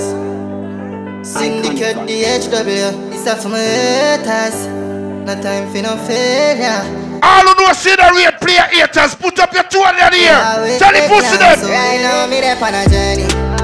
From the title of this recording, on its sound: LIVE AT STRIPPER FEST 12TH NOV 2022